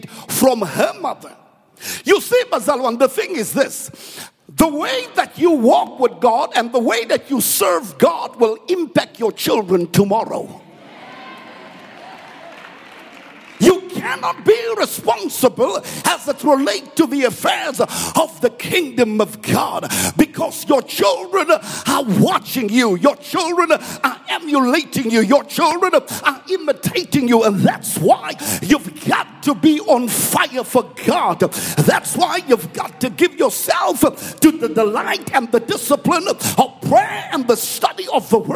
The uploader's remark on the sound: preached at Grace Bible Church Pimville on the 06th of June 2021